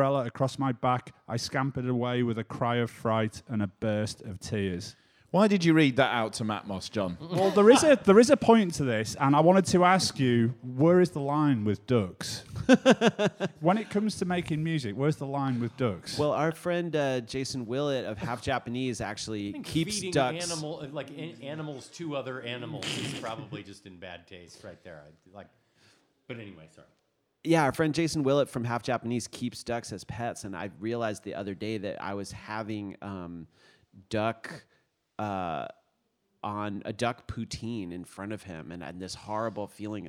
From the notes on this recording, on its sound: NTS radio kindly invited them to present their show The Quietus Hour live from the festival.